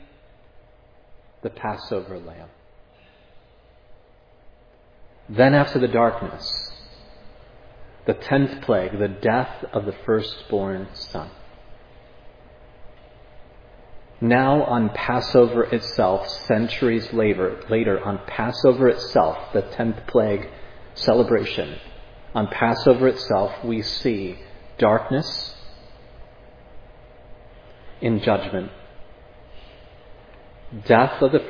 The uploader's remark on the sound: This sermon was preached at Providence Church on September 11, 2022.